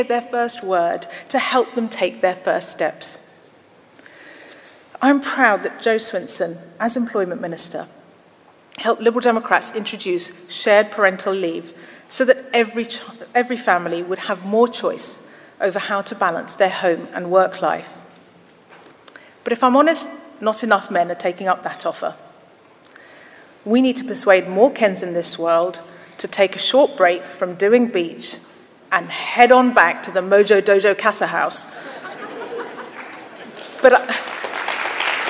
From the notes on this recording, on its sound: Speech to Conference. Speech in Bournemouth.